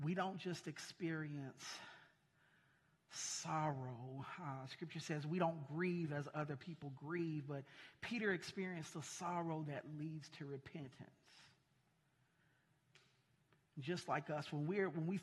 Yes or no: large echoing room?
yes